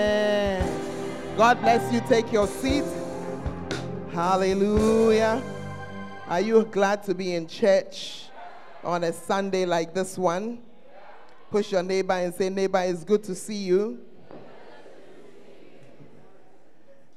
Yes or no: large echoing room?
yes